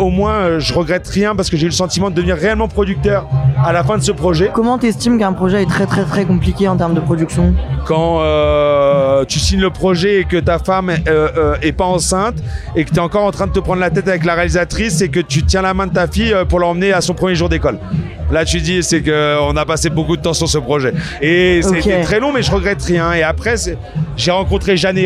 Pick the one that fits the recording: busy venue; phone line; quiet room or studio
busy venue